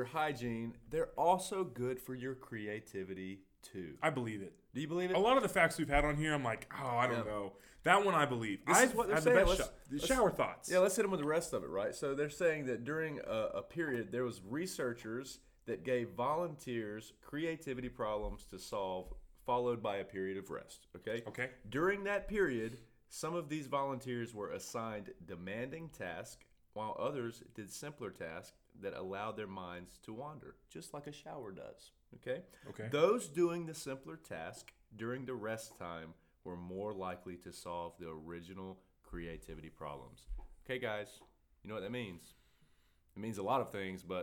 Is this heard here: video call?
no